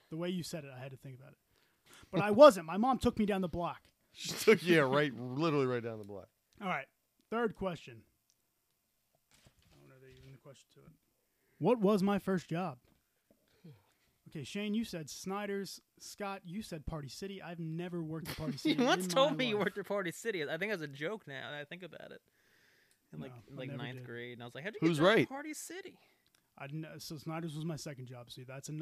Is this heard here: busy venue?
no